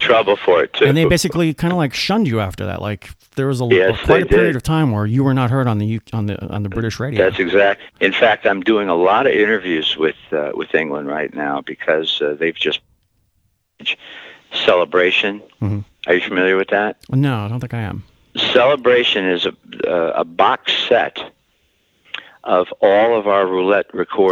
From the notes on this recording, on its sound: conducted a phone interview